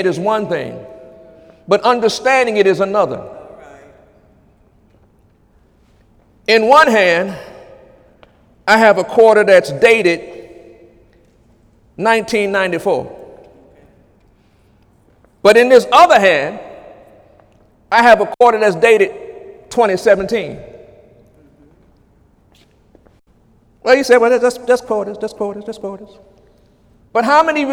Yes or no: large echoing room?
yes